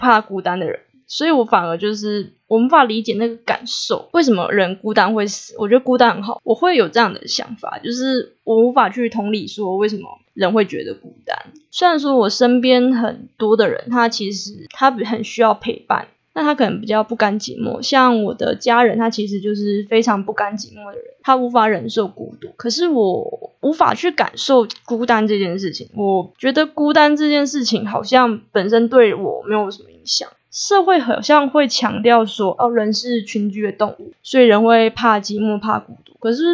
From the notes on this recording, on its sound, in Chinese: 夭壽麥克風收音超爛